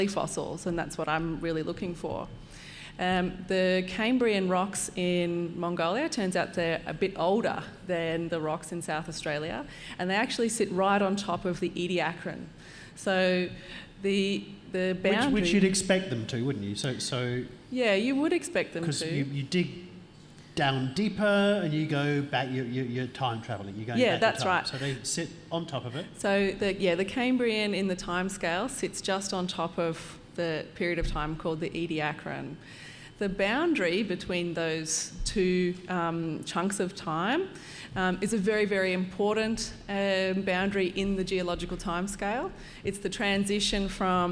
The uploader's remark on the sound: We’re LIVE for a second time in Armidale for National Science Week at The Welder’s Dog Brewery, on Anaiwan country, also known as high country, in the state of New South Wales, Australia.